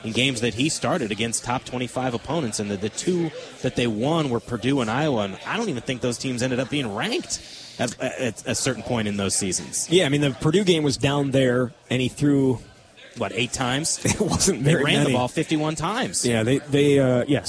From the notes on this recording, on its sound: Live from Monk's Bar and Grill in Sun Prairie.